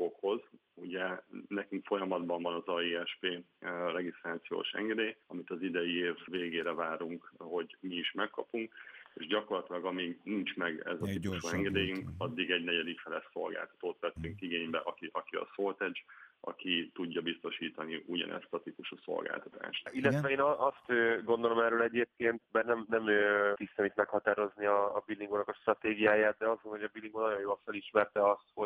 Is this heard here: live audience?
no